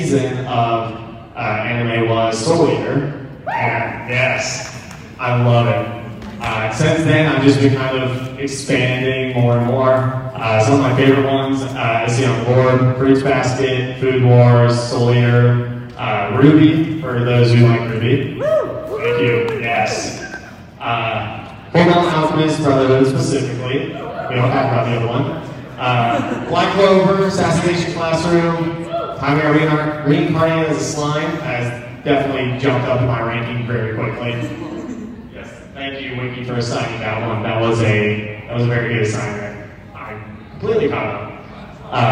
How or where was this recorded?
live audience